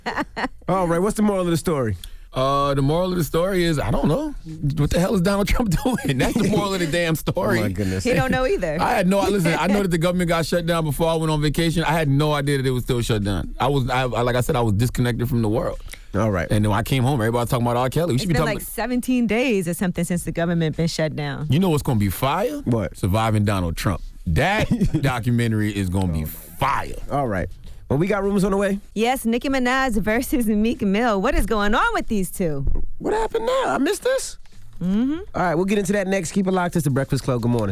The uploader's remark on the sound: Today on the show we opened up the phone lines